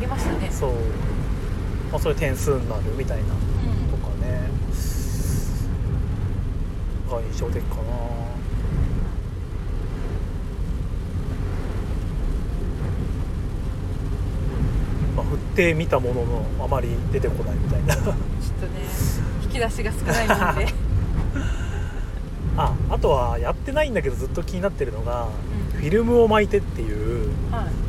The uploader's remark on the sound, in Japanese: 先日の休みに写真展に行ってきた帰りの車内で。